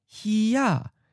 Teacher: He sounds like a seventh tone, mid-flat. For most of those dialects that normally change a fifth tone to a third tone, or mid-falling tone, you also get a mid-flat in this case.